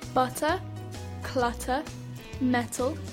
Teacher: In British English, the T sound is often pronounced quite clearly.